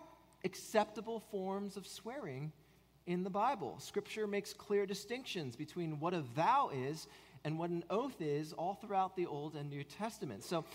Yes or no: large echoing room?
yes